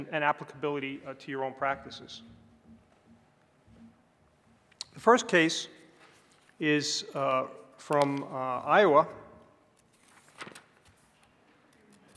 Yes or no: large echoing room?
yes